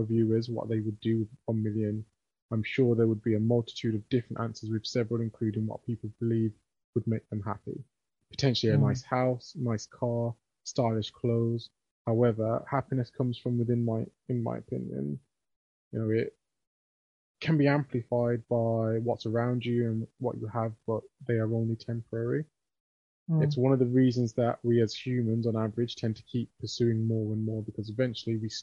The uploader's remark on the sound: This was recorded via Zoom and you may notice some varying quality in the episode. Talking seems to speed up.